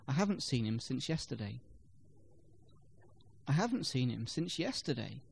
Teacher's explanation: yesterday is stressed as the speaker wants to emphasize when contact took place. Perhaps the question was, when did you last see him?